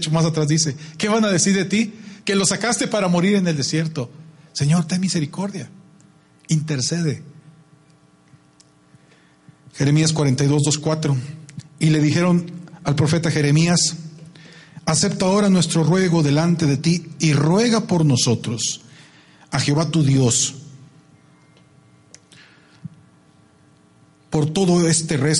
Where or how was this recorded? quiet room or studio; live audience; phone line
live audience